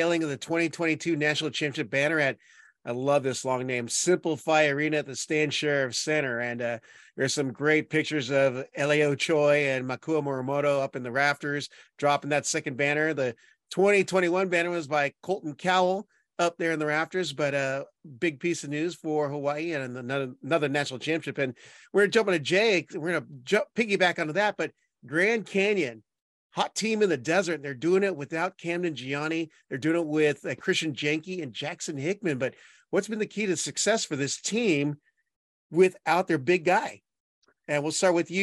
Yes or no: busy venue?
no